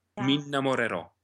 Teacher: And actually, we're lucky because an N is a voiced consonant, so we can really sing into it. So we have a little fermata on the N, a little interruption.